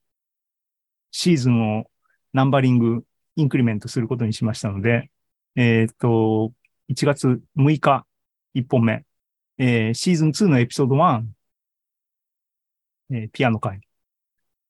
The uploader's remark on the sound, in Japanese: ２０２３年１月２５日に開催した ZOOMライブの模様です。